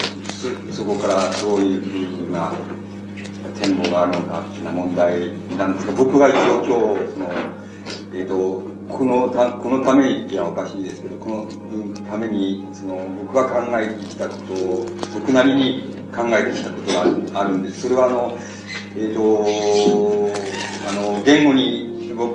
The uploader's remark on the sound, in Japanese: 主催：同志社大学文学哲学研究会「翌檜」。場所：京都教育文化センター。全編にわたってノイズが入っており、 中盤から「ボツ、ボツ」と テープノイズが続く。黒板使用のため音声が遠のく。